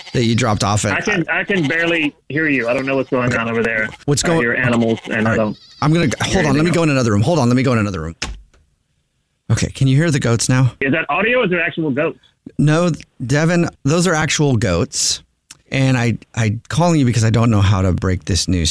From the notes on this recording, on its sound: Phone Prank